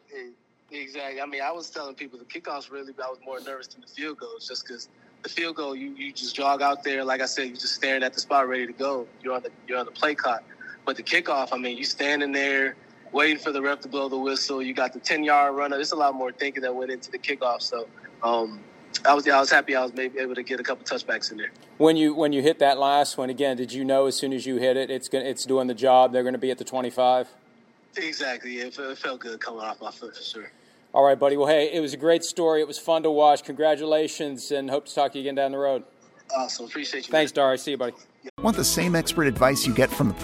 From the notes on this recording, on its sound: Chats by phone with the following players following their week 9 wins.